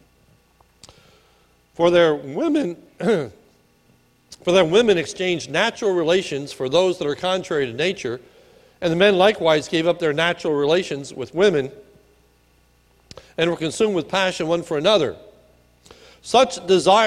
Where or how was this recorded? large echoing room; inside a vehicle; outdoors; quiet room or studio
large echoing room